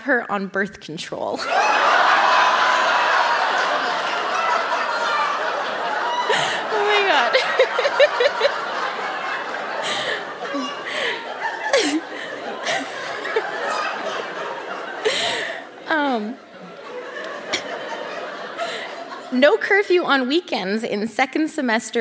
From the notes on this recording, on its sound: Recorded live at The Broadway Theatre in Saskatoon.